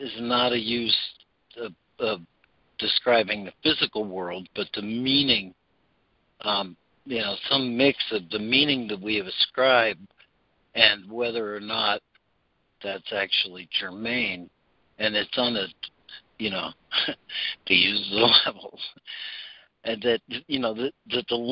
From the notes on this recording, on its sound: ACIM Daily Conference Call.